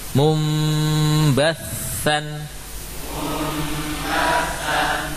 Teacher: Mengganti nun dengan mim ketika bertemu dengan ba. · Term: iqlab